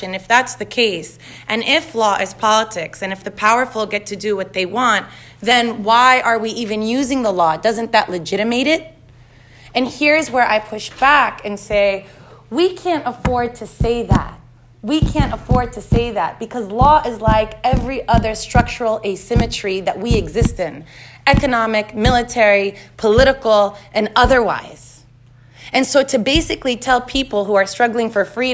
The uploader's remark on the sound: At Harvard Law. The 50-minute discussion features a robust Q & A with the audience.